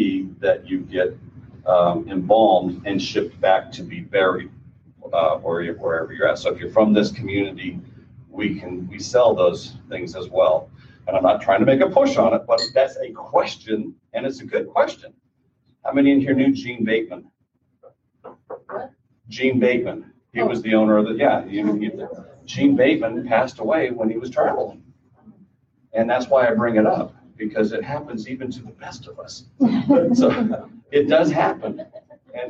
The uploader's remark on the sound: This podcast features a recording from a seminar. Answers questions from the audience in this recording.